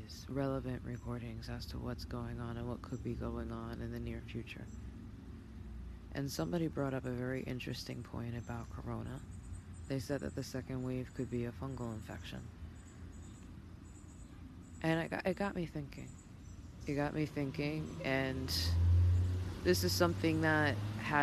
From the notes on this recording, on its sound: sorry for the screeching tires & traffic, it’s just what they do out here!